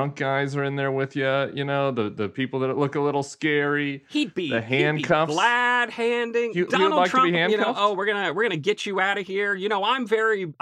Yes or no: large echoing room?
no